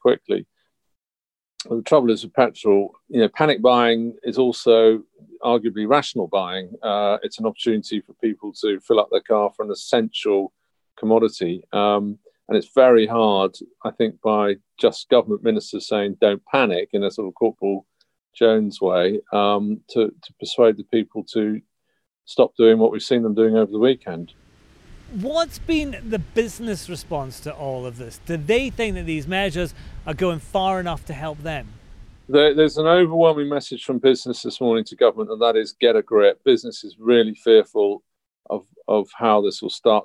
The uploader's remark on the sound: Recorded at a petrol station in East London